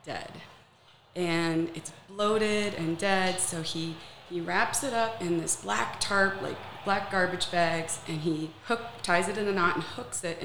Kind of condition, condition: setting, busy venue